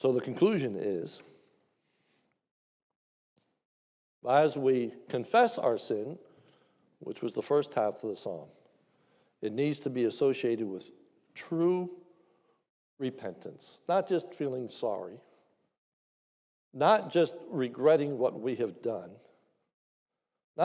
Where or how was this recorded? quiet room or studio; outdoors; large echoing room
large echoing room